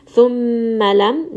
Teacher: Mim has a ghunna because it has shadda. So rest on this word a little bit.